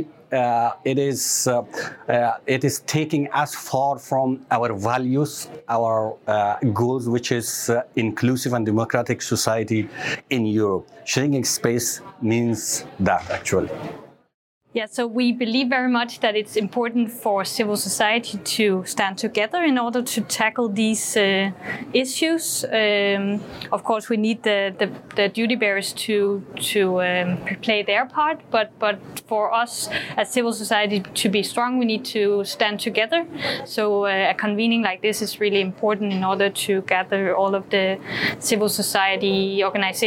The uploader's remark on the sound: The interviews at the event were recorded